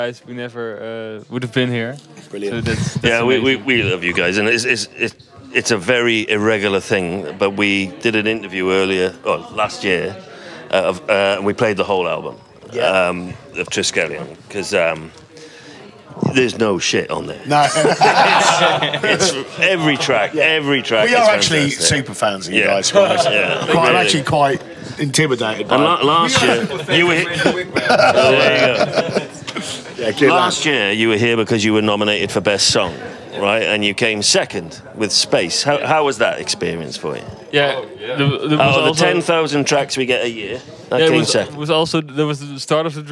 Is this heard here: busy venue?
yes